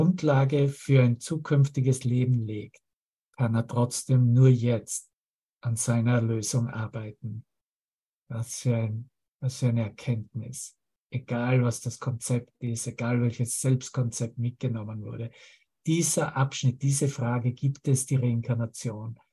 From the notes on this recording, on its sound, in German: Zoom-Session